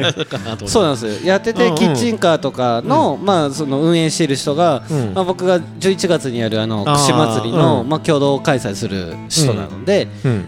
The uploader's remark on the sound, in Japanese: 今回は、東海市大田町にございます、SoiLさんで収録！